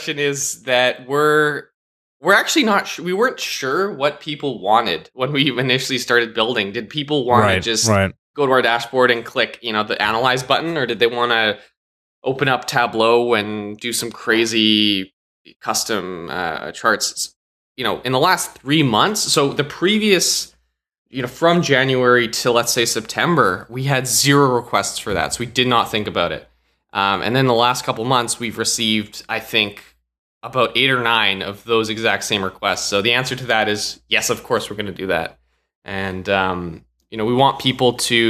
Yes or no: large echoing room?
no